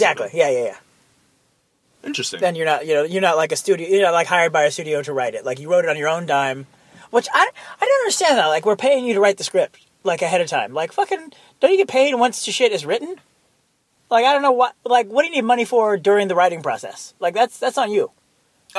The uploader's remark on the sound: Talk nonsence while driving to get ice cream.